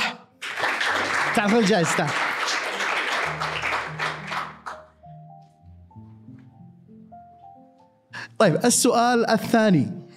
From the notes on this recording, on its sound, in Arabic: هذه الحلقة سُجلت أمام الجمهور